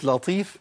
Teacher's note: اللام عندي مرققة، جيب بعديها طاء مفخمة